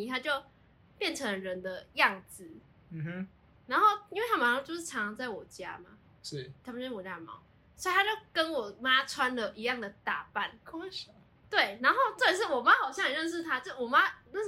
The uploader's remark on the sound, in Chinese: 這次音質大家見諒見諒